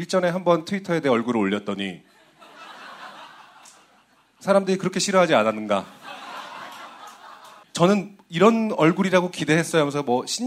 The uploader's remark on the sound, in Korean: 200회 특집 공개방송